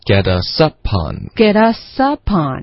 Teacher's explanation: 而且重音一定在 sup 上面